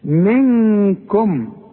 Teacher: نون بدون تشكيل بعدها كاف من حروف الاخفاء هنا تغن لازم بمقدار حركتين